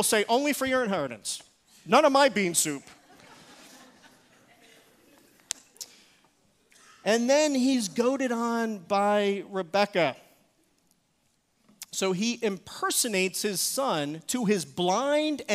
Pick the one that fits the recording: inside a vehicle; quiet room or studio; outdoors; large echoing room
large echoing room